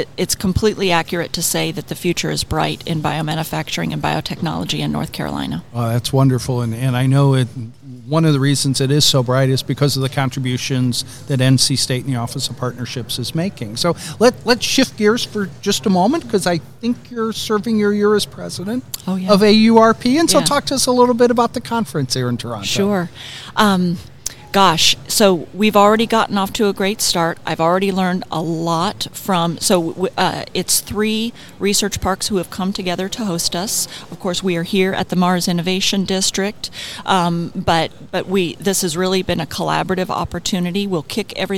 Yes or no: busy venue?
yes